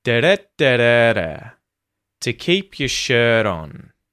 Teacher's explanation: the words that are getting emphasized are keep, you know, a verb, shirt, a noun, and on, a preposition.